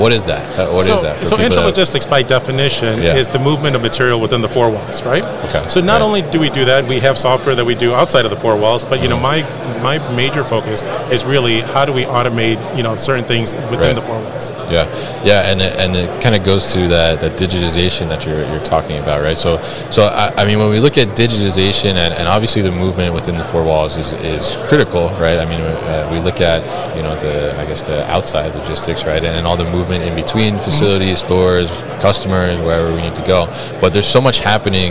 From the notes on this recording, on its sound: Live from ProMat 2023